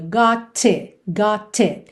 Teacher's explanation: Na junção, deixou o T marcadinho. · Term: T bem marcadinho